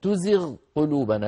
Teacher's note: تزيغ آخرها غين ساكنة، والغين من أدنى الحلق، الحلق الهمزة والهاء، العين والحاء، الغين والخاء، فالغين من أدنى الحلق.